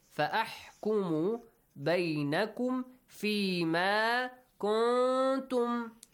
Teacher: Ikhfa. Hide the sound of noon. Nun sakin plus ta, ikhfa